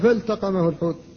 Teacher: اللام ساكنة وبعدها التاء وهما لسانيتان ومع ذلك لا ادغام هنا، لا يجوز أن تقول فالتقمه، لا بد أن تقول فالتقمه الحوت.